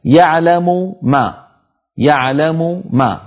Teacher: الضمة التي هي واو قصيرة حالت بين الميمين، فإن أردت دمج الميمين ببعضهما لابد أن أنزع من الميم